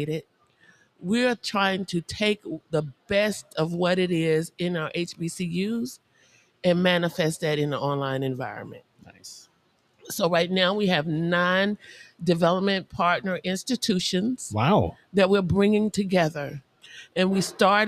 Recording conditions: busy venue